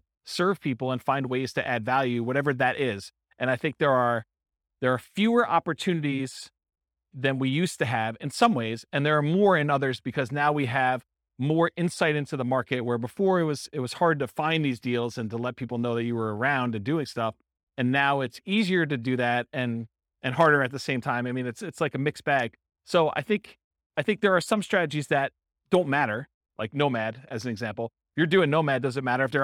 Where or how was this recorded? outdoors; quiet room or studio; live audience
live audience